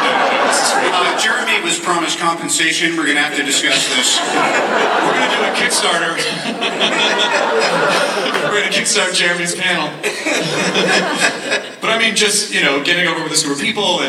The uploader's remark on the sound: Comicon Marvel Panel 2014